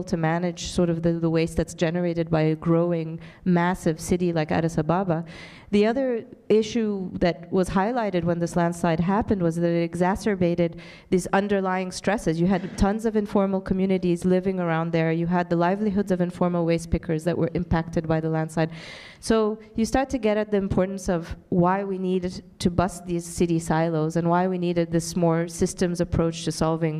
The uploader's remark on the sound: In this recording from their 2019 Global Development Forum session